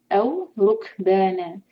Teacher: जो है मदलीन है, रुक बना, कैफ के ऊपर हम्स करेंगे, जब भी कैफ के ऊपर सुकून होता है तो हम्स के साथ से पढ़ना होता है, मतलब थोड़ी हवा के साथ पढ़ेंगे इंशाल्लाह।